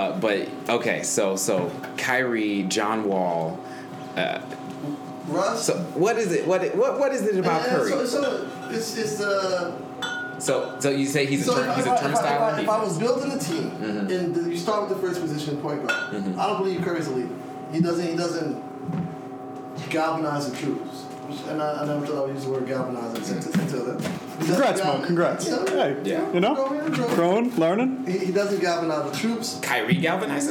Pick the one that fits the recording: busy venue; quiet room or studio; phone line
busy venue